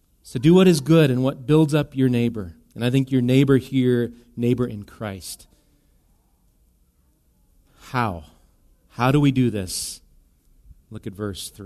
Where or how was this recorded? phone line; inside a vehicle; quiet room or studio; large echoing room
large echoing room